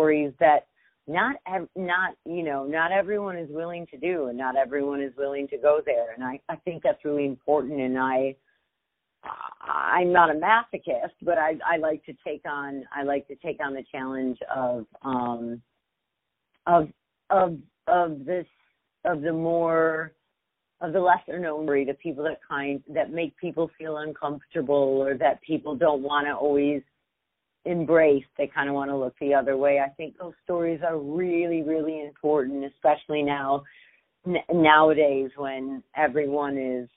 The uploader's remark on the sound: On the phone